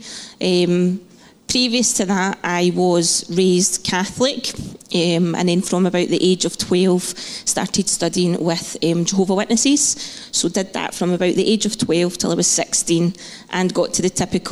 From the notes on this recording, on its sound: Live podcast from Testimony Sunday.